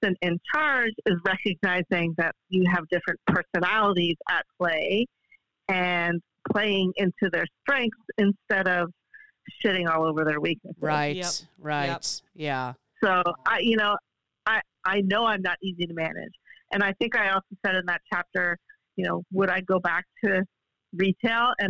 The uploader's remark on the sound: Phone Interview!